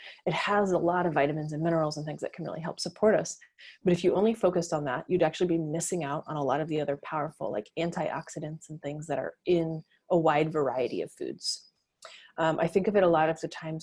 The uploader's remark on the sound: Webinar was recorded on April 30, 2020.